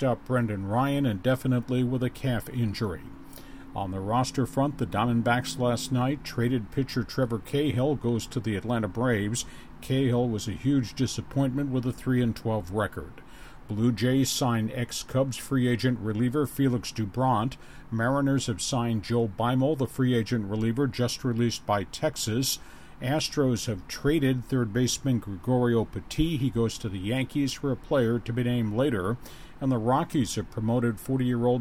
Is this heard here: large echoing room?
no